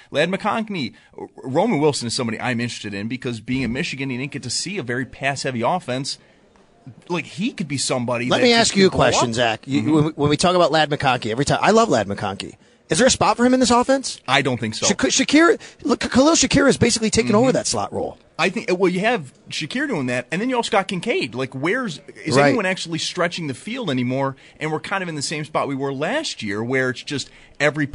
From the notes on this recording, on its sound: Live from the 2024 NFL Combine. Coming in live from Indianapolis.